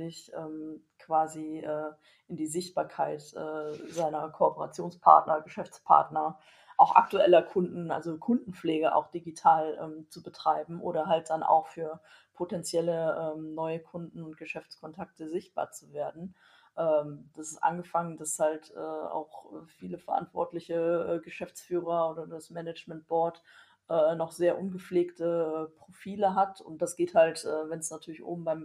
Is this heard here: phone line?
no